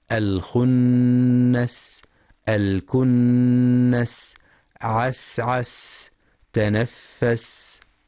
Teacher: وينتبه لهمس السين الساكنة ورخاوتها، خاصة عند الوقف عليها في كلمات الخنس الكنس عسعس تنفس.